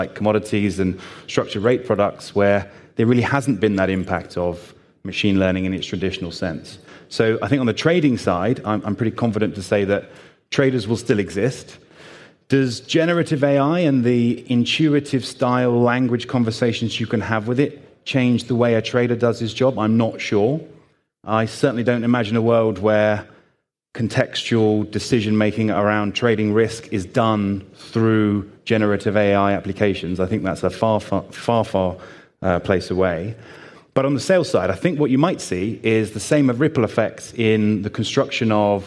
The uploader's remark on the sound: This panel session at FinJS